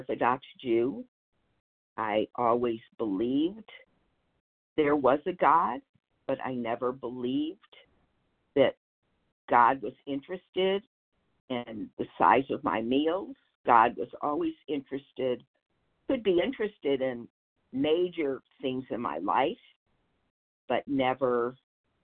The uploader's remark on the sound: 100 Pounders Phone Meeting, 4/30/23